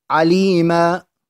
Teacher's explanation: الثالث منها مد العوض، وهو الوقف على التنوين المنصوب خاصة في آخر الكلمة، ومقدار مده 2 حركات أيضا. مثال ذلك عليما، فعند الوقف لما كان التنوين حركة ونقف على سكون فتلغى هذا أو يلغى هذا التنوين، ويعوض عن هذا التنوين تنوين الفتح المنصوب، يعوض عنه بألف، فتكون هذه الألف عوضا عن التنوين.